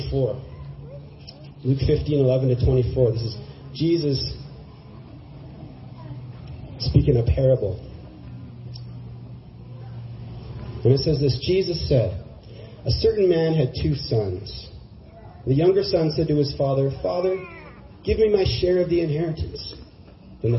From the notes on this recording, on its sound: church service in Galt Gardens with Streets Alive and One Life Church.